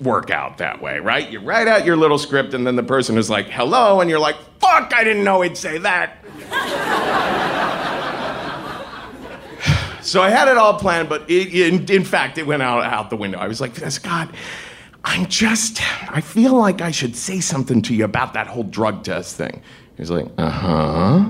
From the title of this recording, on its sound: Live From Seattle